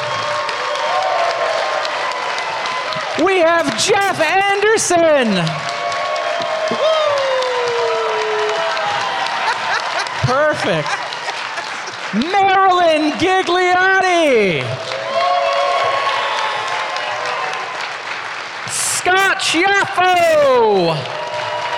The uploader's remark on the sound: Reunion Panel from Rhode Island Comic Con 2021